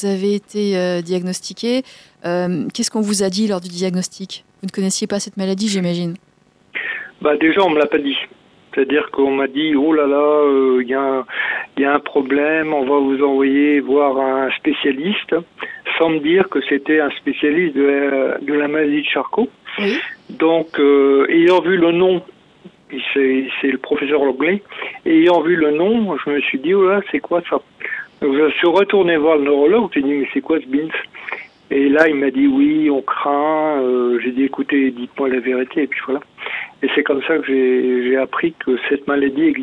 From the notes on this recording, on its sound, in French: Atteint de Sclérose Latérale Amyotrophique (au téléphone).